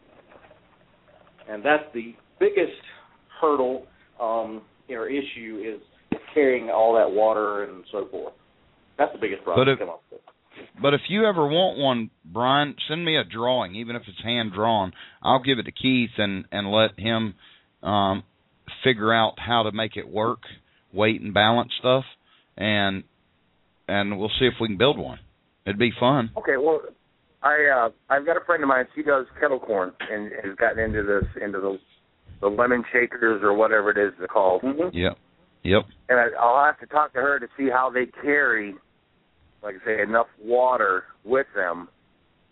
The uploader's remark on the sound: Please call in, purty puleze! From the chat lines and from the phone lines.